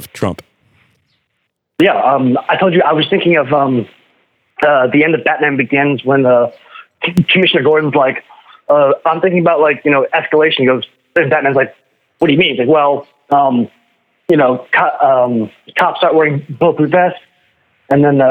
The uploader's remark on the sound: PHONE CALLS